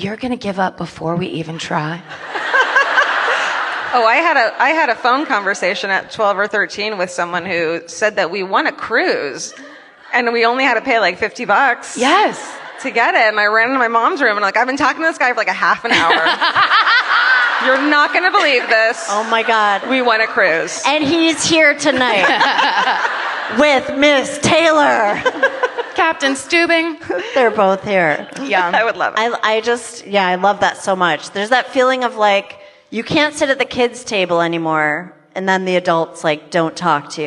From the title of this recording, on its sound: The LA Book Tour Event at the Wilshire Ebell Theatre